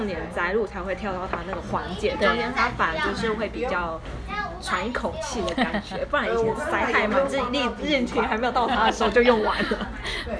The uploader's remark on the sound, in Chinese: 粗暴收音#背景吵雜